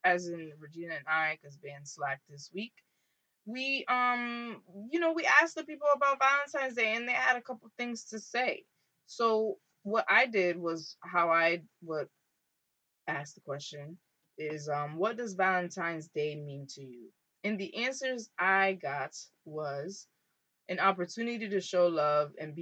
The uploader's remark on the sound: AUDIO IS POOR DUE TO TECHNICAL DIFFICULTIES.